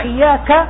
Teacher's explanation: هذه الكاف فيها همس